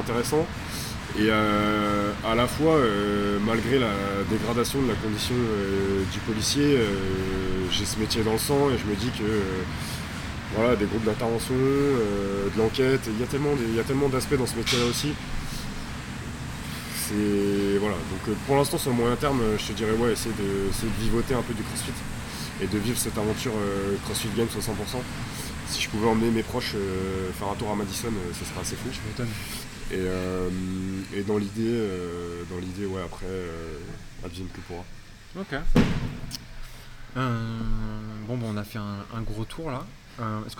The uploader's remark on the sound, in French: Les bruits de fond sont les ergos, les wods, la musique... On est dans une Box de Crossfit (Crossfit Tanka)!!